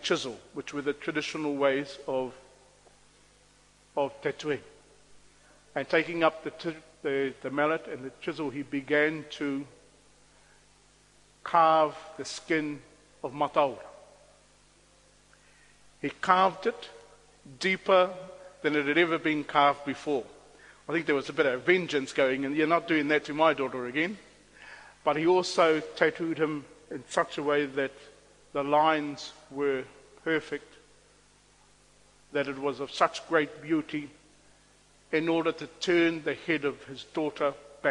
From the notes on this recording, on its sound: On Waitangi Day he presented a lecture.